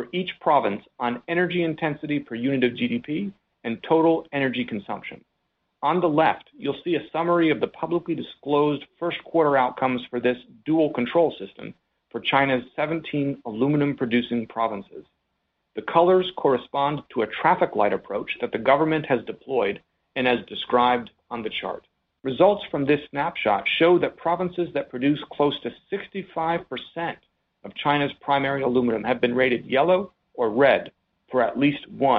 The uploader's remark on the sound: Alcoa’s second-quarter conference call